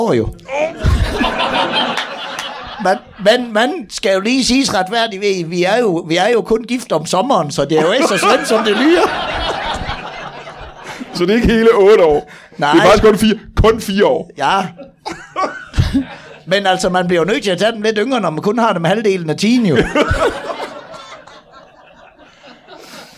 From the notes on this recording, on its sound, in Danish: LIVE fra 27b i Kolding. Optaget foran et mageløst levende publikum.